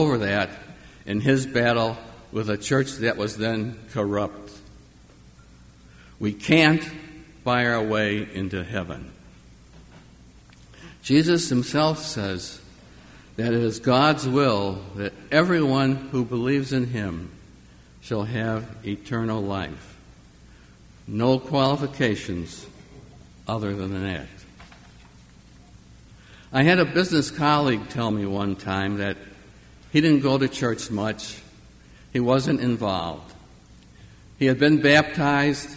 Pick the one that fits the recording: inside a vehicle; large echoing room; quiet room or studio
large echoing room